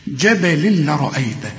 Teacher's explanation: تنوين جبل بعد لام يبقى إدغام كامل بدون غنة. هنا ما تغنش بقى.